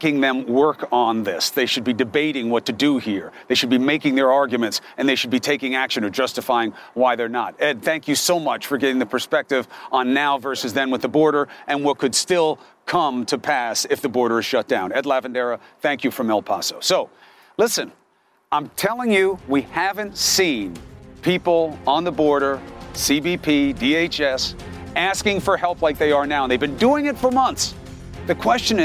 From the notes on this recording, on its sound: Live from the Southern Border. Speaks with border patrol agents, and migrants live from Hidalgo, TX.